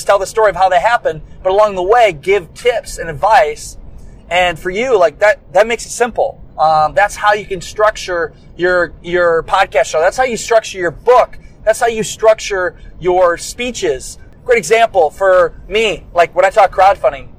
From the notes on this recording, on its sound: On the long road from Iowa to Orlando, I picked up my mic and hit record. What I am using to record this from the car.